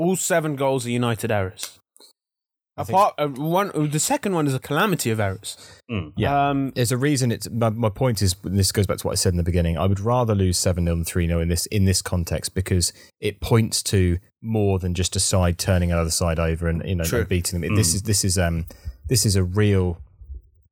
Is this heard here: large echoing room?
no